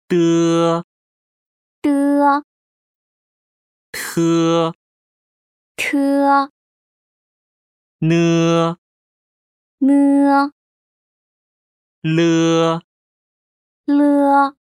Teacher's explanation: 혀 끝을 윗잇몸의 뒷면에 붙였다가 떼면서 발음합니다.